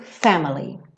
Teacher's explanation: Family é uma palavra que tradicionalmente tem a sílaba tônica. Tem como sílaba tônica a primeira, né? Family. Mas por conta da métrica da música, ela fala God's great big family.